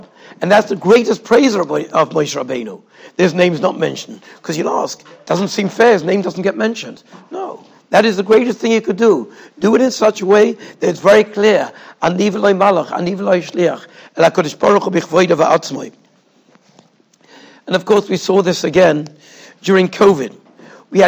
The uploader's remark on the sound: Shiur recorded in Yeshivas Ohr Reuven, Monsey, NY.